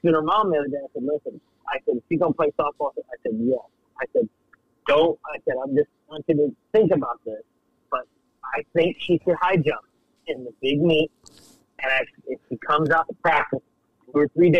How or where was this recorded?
phone line